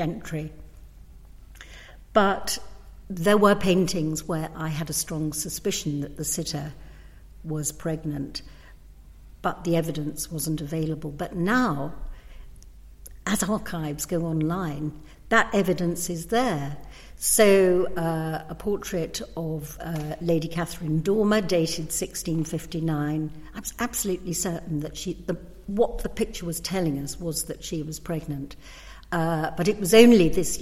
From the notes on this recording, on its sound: We visit the Whitechapel Gallery in London